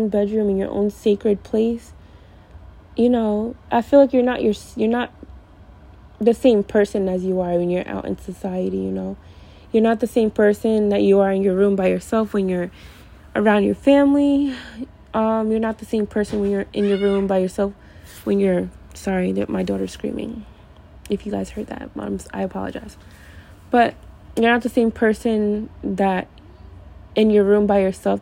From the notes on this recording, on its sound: I’m sorry for the background noise.